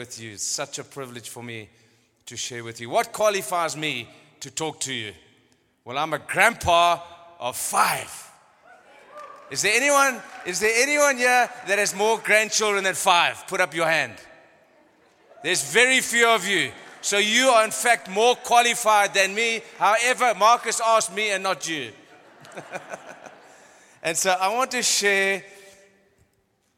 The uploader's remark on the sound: The following messages are ones that were recorded live at our venue.